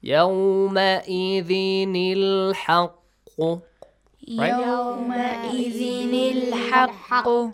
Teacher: همزة الوصل will be skipped so two ساكن letters the nun or the تنوين will be assigned with كسرة